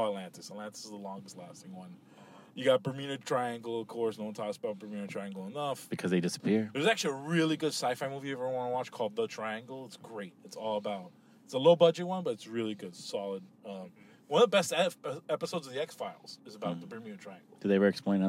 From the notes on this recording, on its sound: we are in the car